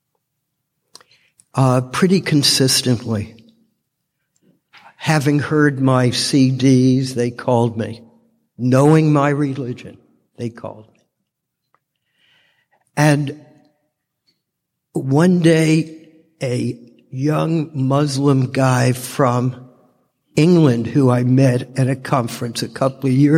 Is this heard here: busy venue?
no